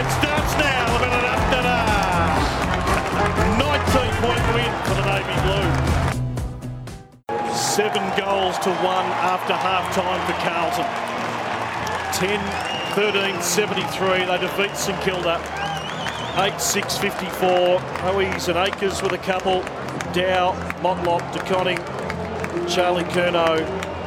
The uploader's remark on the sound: call the action from Marvel Stadium